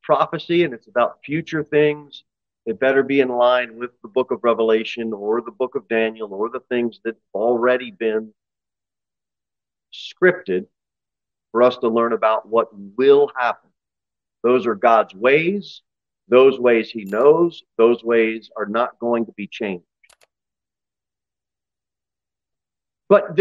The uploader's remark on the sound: Sermon delivered at Pilgrim Baptist Church on Sunday, June 11, 2023, at 2:15 pm. Jere Whitson Rd.